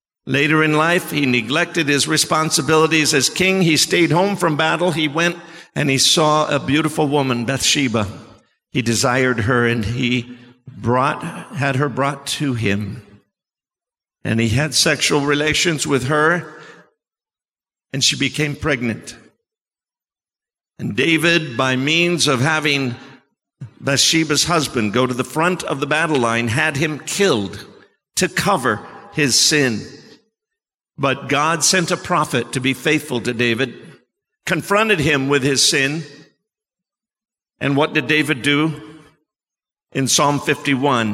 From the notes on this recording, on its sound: Sermon preached at CBC Shiashie Campus